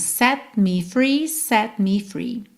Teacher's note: De novo, não se preocupa em fazer esse T aparecer, não precisa ser set me free, set me, set me, tá? Quando eu encosto a língua no céu da boca para fazer o T, eu já tô juntando os lábios para fazer o me.